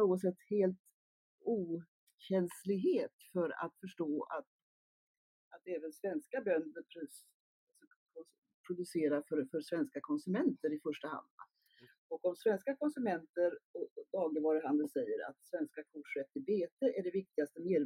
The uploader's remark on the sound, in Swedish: Tyvärr hade vi ett problem med ljudinspelningen i detta avsnitt.